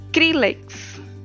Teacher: Então se for uma paroxítona, tem que ser na penúltima sílaba. Então fica o acento no cri.